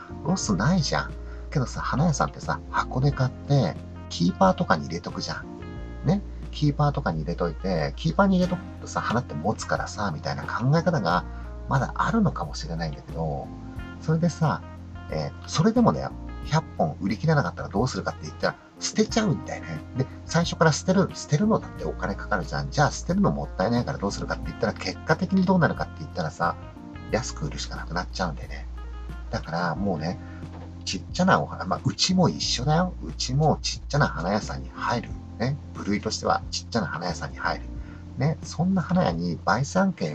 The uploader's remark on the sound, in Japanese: 今回は初めて営業時間中に車の中で収録をしてみました。花屋の配達号ハイエースのセカンドシートでマイクとパソコンを持ち込んで収録したんですが、。今日は朝から雨が降っていて雨の音が結構気になるかもです。